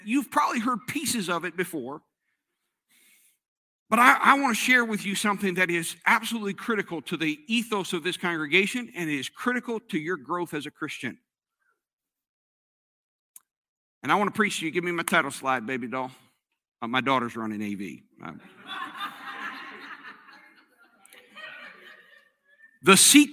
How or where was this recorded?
large echoing room